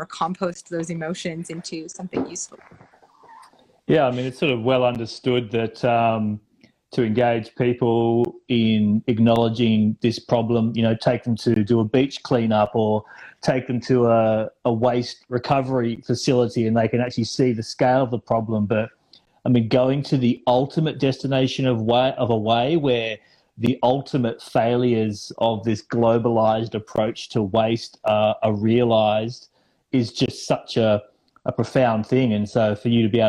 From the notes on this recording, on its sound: we held an Instagram LIVE discussion